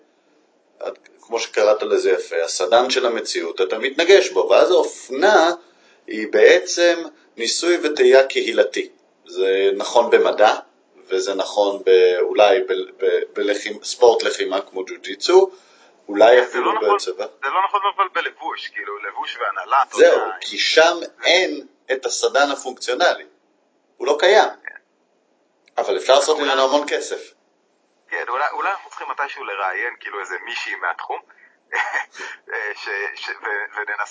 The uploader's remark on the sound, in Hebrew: מאילוצי זמן הקלטנו פרק קצר בלי להיפגש - איכות הסאונד, כרגיל, לא משהו.